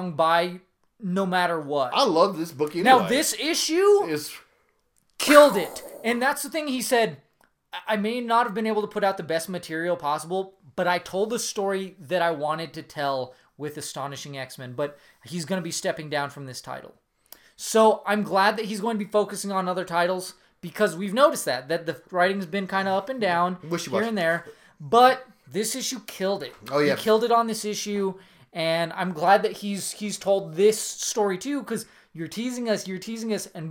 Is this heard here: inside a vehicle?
no